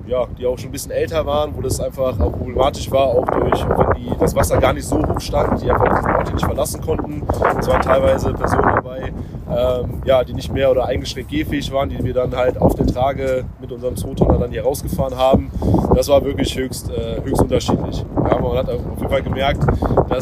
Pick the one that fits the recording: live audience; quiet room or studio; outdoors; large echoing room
outdoors